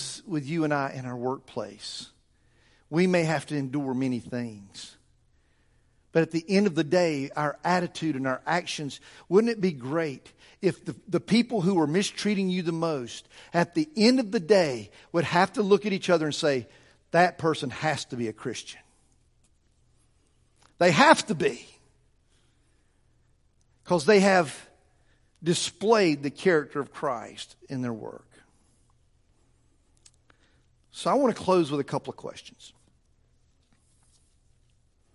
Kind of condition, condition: setting, large echoing room